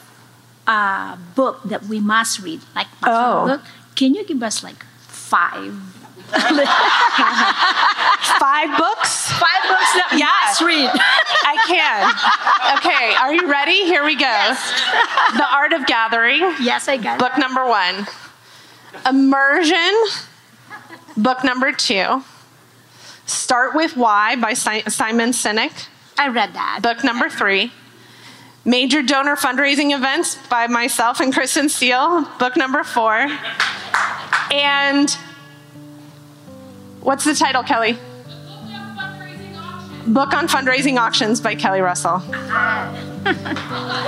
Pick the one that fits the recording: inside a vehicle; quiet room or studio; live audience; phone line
live audience